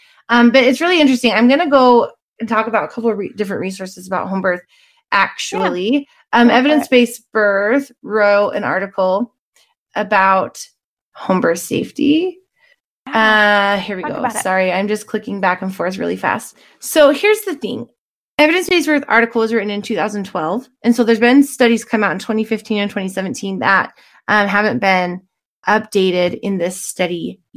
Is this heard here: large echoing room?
no